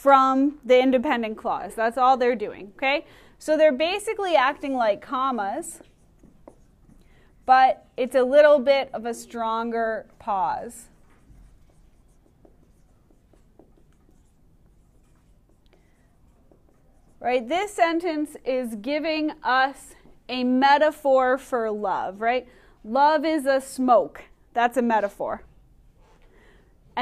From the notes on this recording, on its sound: Recorded in class on 2/7/2020